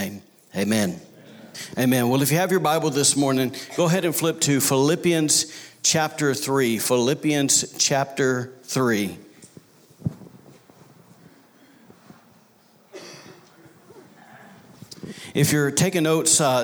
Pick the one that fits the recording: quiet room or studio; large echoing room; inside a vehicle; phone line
large echoing room